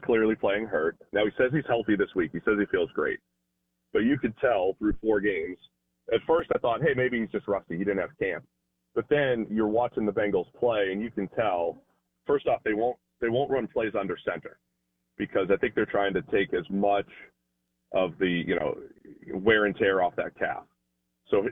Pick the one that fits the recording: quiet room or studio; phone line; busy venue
phone line